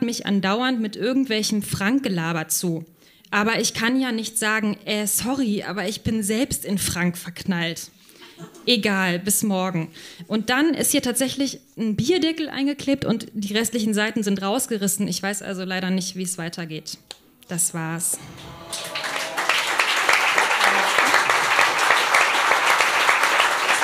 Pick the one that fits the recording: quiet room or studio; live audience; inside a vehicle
live audience